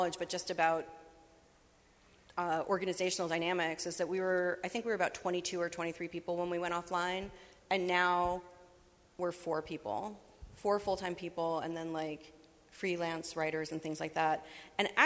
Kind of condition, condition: setting, live audience